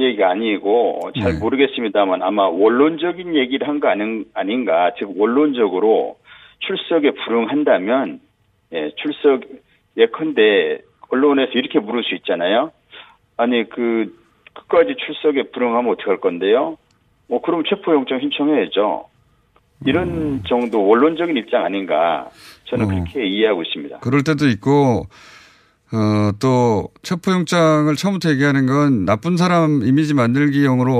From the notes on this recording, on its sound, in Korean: 전화연결.